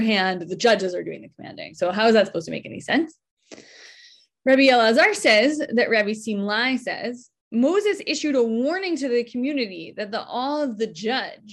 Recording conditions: video call